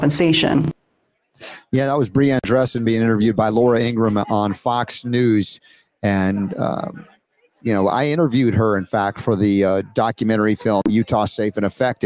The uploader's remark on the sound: Live From Next Steps 2023 In Buford GA